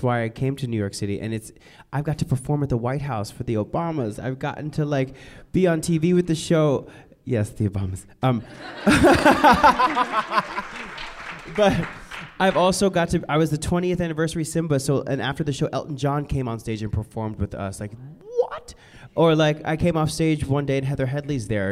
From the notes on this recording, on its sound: special live taping of the Feinstein’s/54 Below Podcast at BroadwayCon 2020